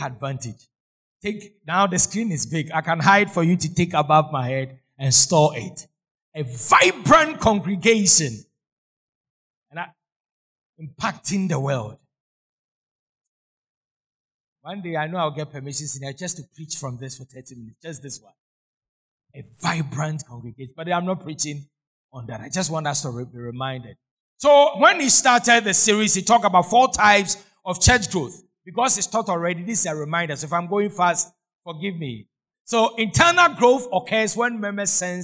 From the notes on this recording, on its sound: Sermon preached at CBC Shiashie Campus